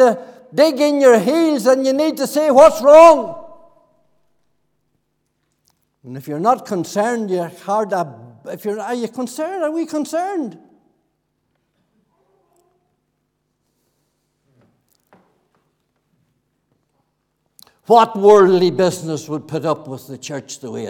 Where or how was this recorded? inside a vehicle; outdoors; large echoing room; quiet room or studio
large echoing room